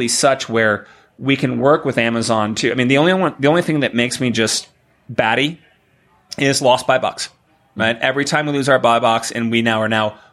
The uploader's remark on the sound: recorded live from Shoptalk in Las Vegas